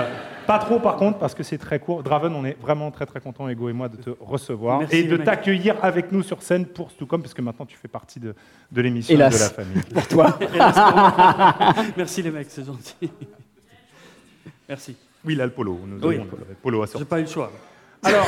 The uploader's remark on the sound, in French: Enregistré en public. À Rennes à l'occasion des 10 ans du festival PodRennes.